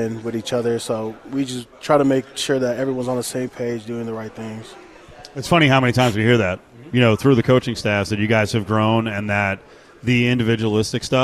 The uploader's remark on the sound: LIVE AT CIRCA FOR MW MEDIA DAY